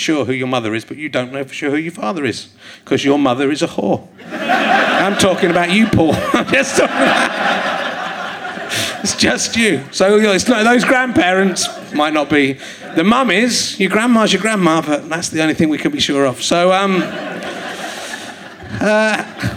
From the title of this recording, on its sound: Leicester Square Theatre Podcast